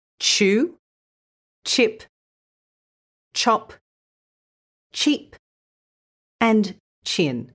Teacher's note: When you add the t sound to the start of the sh sound, you get ch